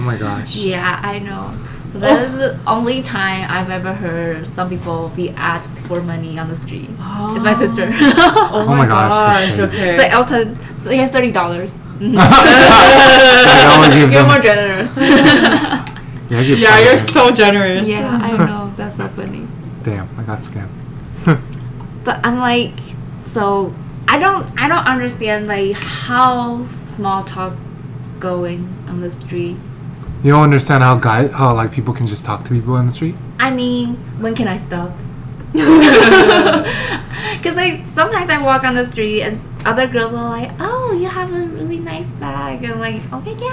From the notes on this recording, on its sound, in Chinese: 麥克風只有一隻所以雜音比較多請大家見諒！